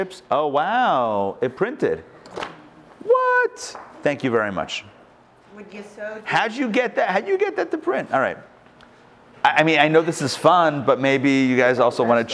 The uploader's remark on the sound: Recorded live at the Intown Jewish Academy